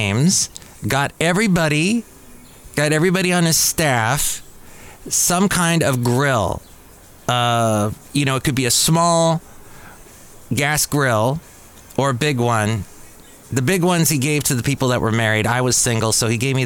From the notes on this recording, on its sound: podcasts live from Café Anyway